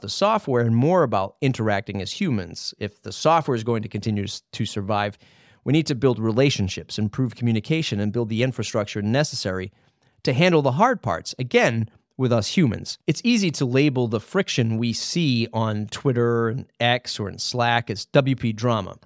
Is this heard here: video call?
no